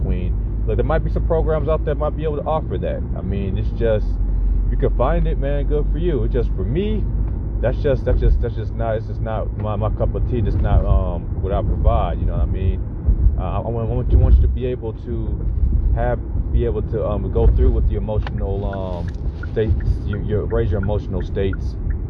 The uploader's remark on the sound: I am up in the car working on the course.